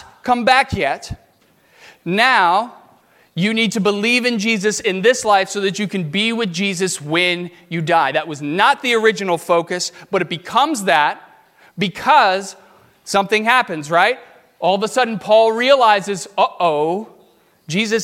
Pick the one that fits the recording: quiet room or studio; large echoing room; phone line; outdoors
large echoing room